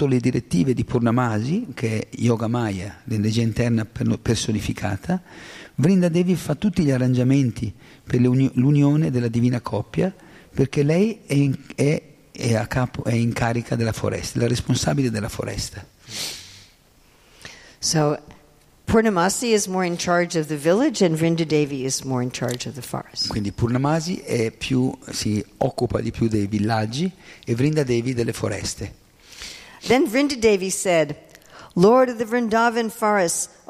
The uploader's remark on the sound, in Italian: in diretta dal Tempio di Villa Vrindavana